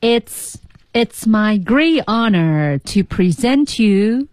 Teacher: 比如 great T 是去爆破，it's 连读 present you